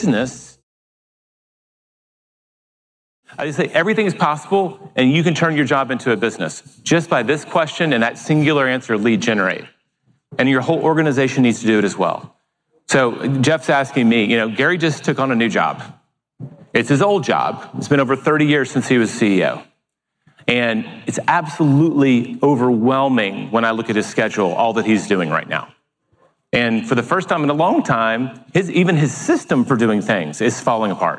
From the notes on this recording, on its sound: delivered a keynote presentation at the Keller Williams Family Reunion Convention